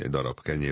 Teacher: de abban, hogy egy darab kenyér, ott zöngétlenül ejtjük a B-t